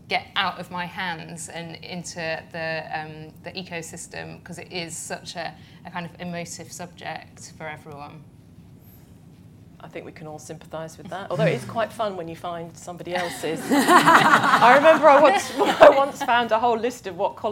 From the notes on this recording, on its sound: This is an edited live-recording of an event the FT hosted in July.